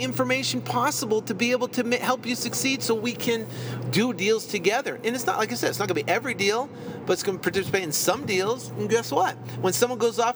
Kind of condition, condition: setting, inside a vehicle